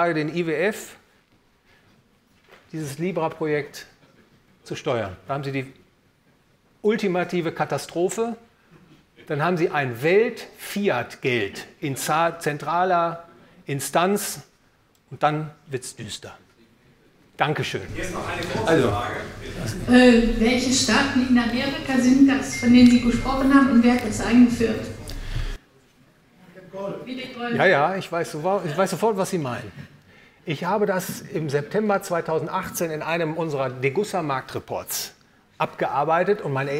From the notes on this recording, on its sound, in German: gehalten auf dem Seminar der Friedrich August von Hayek-Gesellschaft